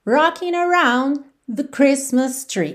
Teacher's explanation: Esse the que vem antes de Christmas tree, às vezes não aparece quase nada.